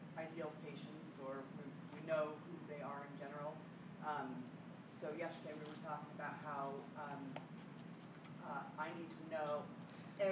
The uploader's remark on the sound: This one is a recording of a great discussion that took place during my recent 3-Day Marketing Bootcamp in New Orleans. It’s the morning of day 2 - listen in as the room reflects on the learning that took place the day before.